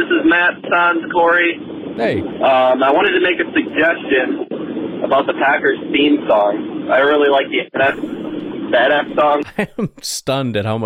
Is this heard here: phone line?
yes